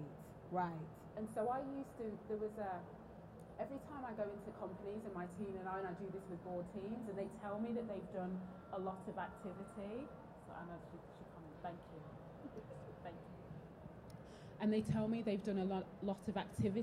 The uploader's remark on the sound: This episode is from the live taping of the Multicultural Leadership Development Experience at the 2023 YMCA General Assembly